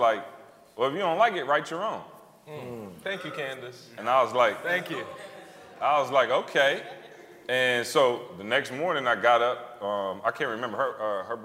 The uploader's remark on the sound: Recorded their first live podcast in front of an audience last week. Live Q&A.